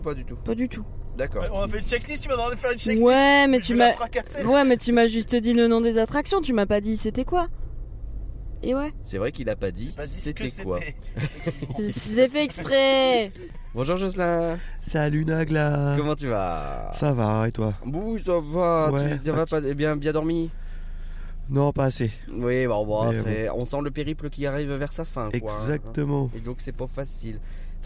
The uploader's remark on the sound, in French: Reportage DEPUIS Phantasialand.